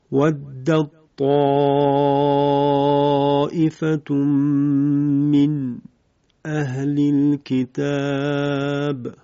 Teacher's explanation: مثال برای ادغام حرف تا دو نقطه در حرف طاء مؤلف